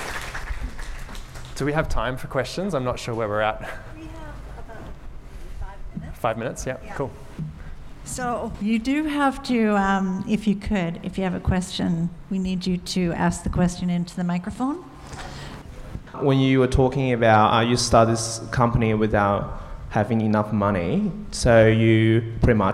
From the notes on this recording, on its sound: This presentation was recorded at UWA CareerConnect . This presentation was recorded at UWA CareerConnect .